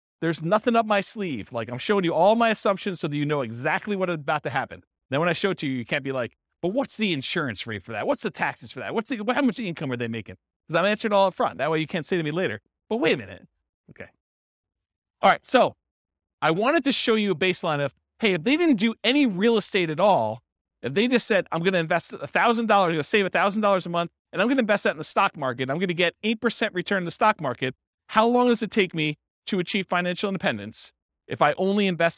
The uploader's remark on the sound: This was a live class recorded